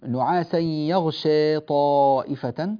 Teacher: في قوله تعالى نعاسا يغشى طائفة، طبعا يغشى بالتقليل لأننا نوسط البدل، والألف هنا ثابتة وصلا ووقفا